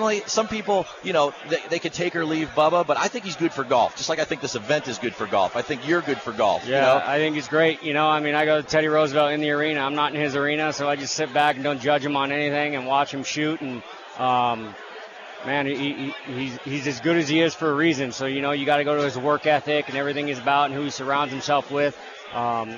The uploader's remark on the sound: Performs the Show live from the 16th hole at the Waste Management People's Open. This PGA Tour event is known for its immense crowds and great golf action.